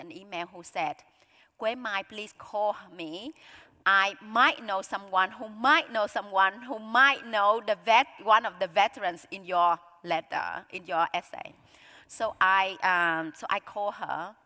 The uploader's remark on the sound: this highlight of the 2023 Auckland Writers Festival